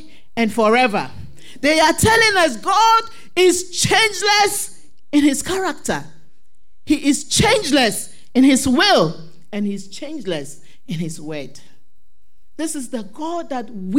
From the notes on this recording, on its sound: Sermon preached at CBC Shiashie Campus